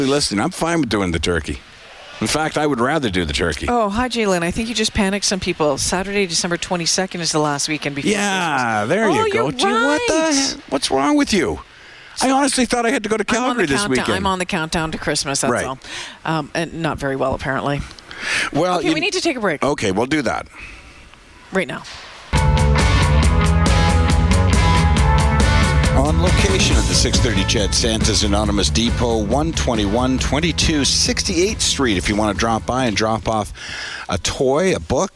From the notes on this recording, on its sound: broadcast live from Santas Anonymous depot